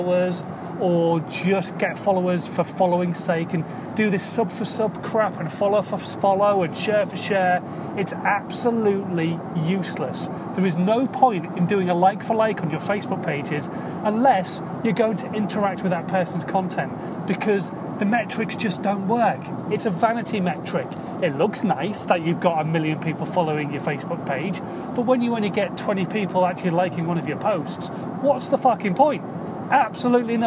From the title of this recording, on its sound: In my Car